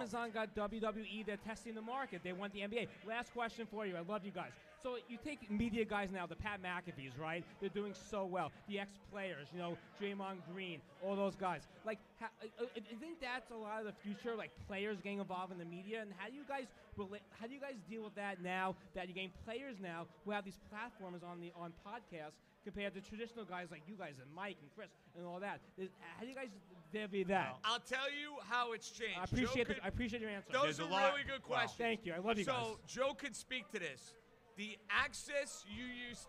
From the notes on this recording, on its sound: Live From Hackensack Brewing.